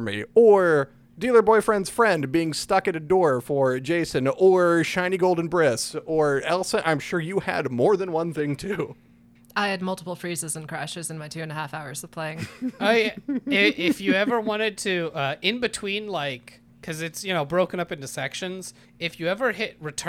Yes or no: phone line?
no